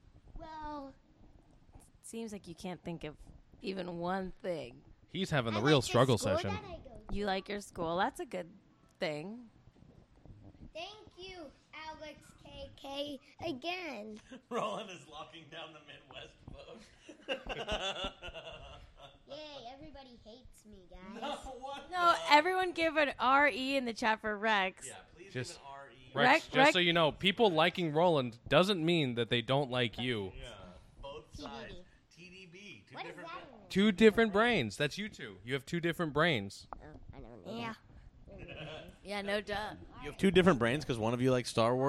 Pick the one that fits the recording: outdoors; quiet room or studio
outdoors